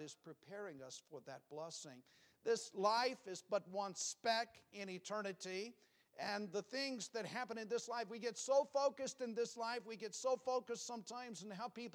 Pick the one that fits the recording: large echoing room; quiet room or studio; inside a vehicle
large echoing room